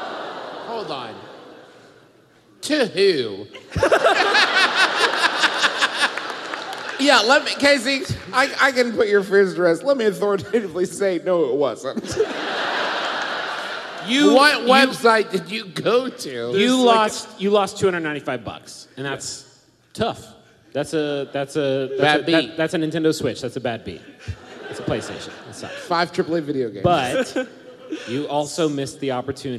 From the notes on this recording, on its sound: Once again we are coming to you pre-recorded LIVE from beautiful Washington D.C.!